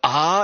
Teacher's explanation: si vous faites A, les cordes vocales vibrent · Term: son voisé